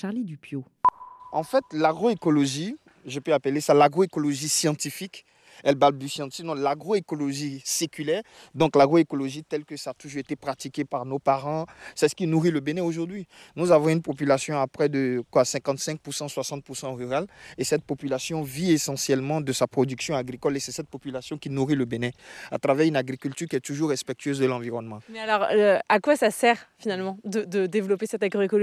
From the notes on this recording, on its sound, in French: Une émission enregistrée au Salon de l'agriculture.